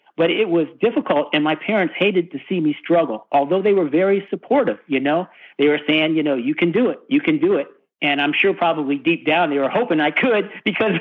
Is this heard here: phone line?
yes